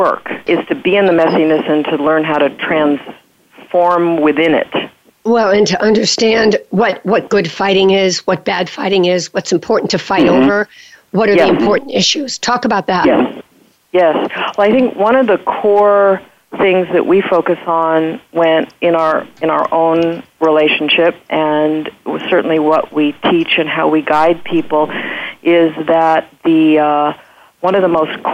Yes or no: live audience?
no